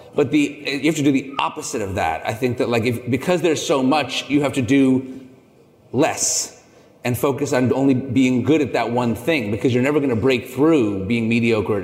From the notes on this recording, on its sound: In this special episode recorded live at the Summer Fancy Food Show 2022.